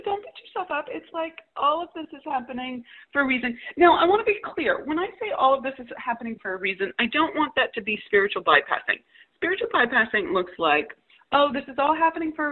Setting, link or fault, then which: link, phone line